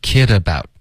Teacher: don't 的特省略，don't kid 跟 about 要连读，所以就变成 kidabout